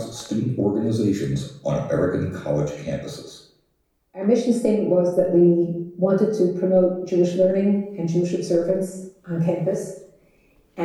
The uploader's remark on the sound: Recorded Live at The Torah Center ATL on Wednesday, January 24, 2024